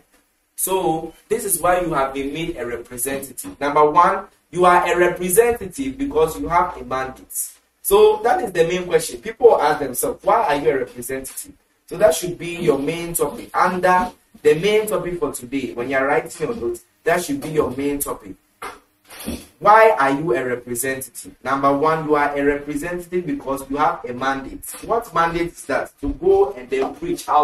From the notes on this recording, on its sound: Preached at the The Prophetic Encounter Service, Accra, Ghana.